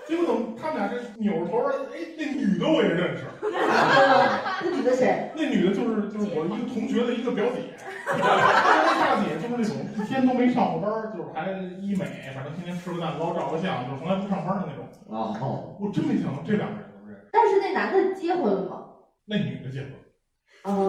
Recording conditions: poor microphone